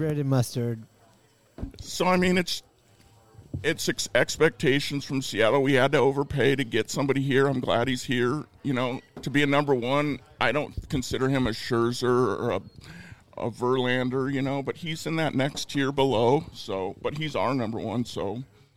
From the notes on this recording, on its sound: live at Vault 177 Bar and Grill